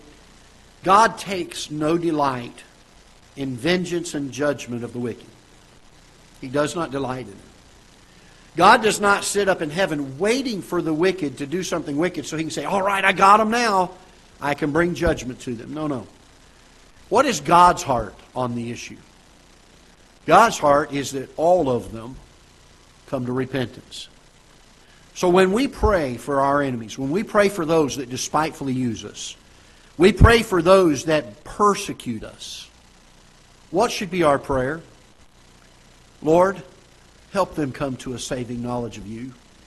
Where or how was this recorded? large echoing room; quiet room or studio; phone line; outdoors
large echoing room